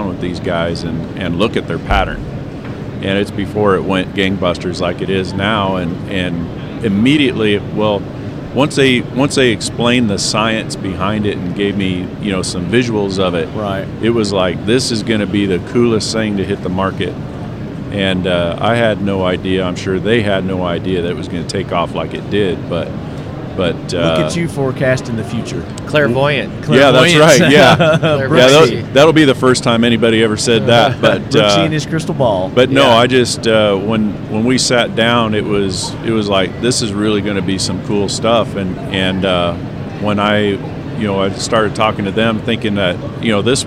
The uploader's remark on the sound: 2019 SHOT Show interviews form the Buck Knives Leadquarters